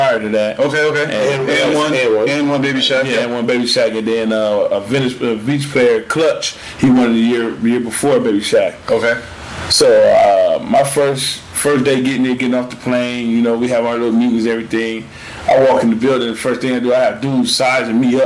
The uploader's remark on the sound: Squeeze their first guest into the studio without the appropriate number of mics. Audio quality aside.